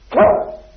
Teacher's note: And the terminal one is a T, which is made by putting the tongue against the palate just behind the teeth